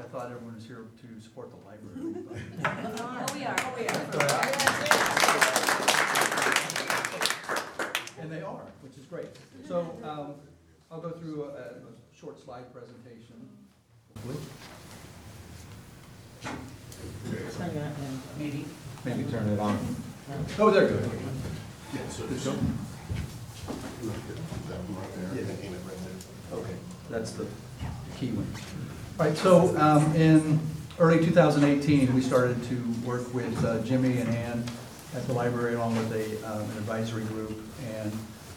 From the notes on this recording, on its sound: Live recording of Astoria City Council meeting. In City Council Chambers.